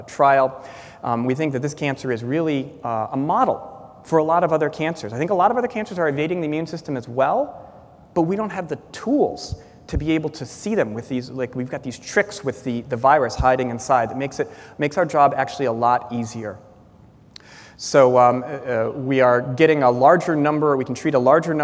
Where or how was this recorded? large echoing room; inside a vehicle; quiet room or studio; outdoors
large echoing room